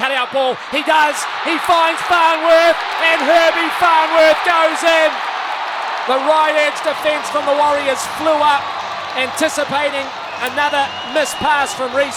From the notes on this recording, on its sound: Live from Suncorp Stadium in Brisbane on SENZ!